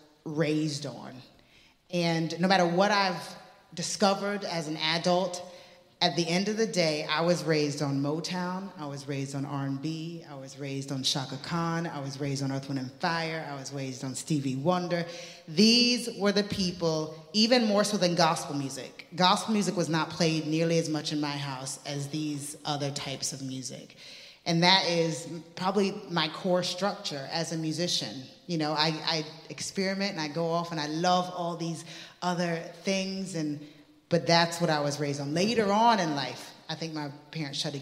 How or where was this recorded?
busy venue